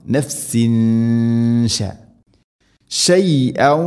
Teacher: തൻവീന് ശേഷം ഷീന് ഇഖ്ഫാ ബിഗുന്ന അവ്യക്തമാക്കി മണിക്കണം